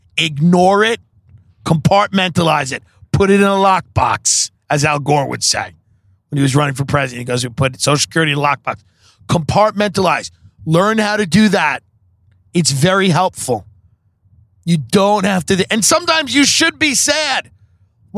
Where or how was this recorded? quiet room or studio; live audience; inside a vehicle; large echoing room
inside a vehicle